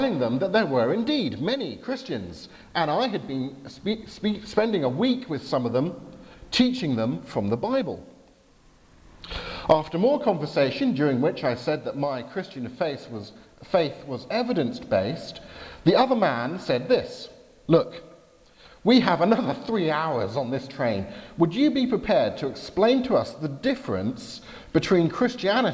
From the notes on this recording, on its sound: Service at Highfield Church Southampton. Due to technical problems I had to have the IT folks at the back of church advance the power point slides I was using on my behalf.